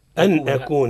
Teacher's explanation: أتى بعدهما أحد حروف الحلق الستة حكمهما الإظهار، الإظهار من غير غنة، ليس فيها غنة